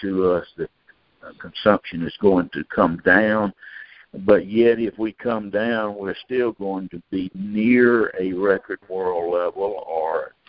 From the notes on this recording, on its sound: Monthly Conference Call On Cotton.